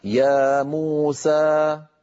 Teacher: يعني يا موسى، لما أقول أنا يا موسى هذا المقدار من أول ما نطقت إلى أن سكت، يا موسى مجموعه ست حركات، لأن يا بمقدار حركتين، مو بمقدار حركتين، سا بمقدار حركتين، فمجموع الكل صار ست حركات · Term: الطول